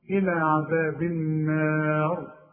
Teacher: الراء عند الوقف هنفخمها، هي مكسورة، لكن تفخم عند الوقف